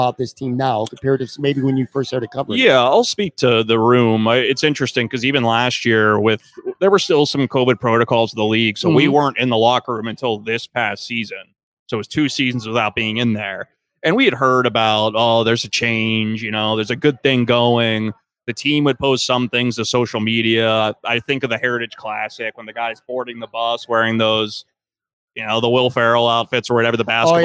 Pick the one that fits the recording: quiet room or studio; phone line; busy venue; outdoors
busy venue